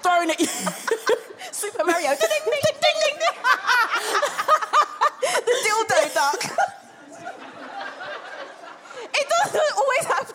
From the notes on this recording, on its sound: we’re back for act 2 at the sold-out Clapham Grand with audience confessions